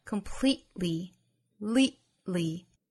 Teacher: 也就是在 le 的后面这个 t 的发音顿掉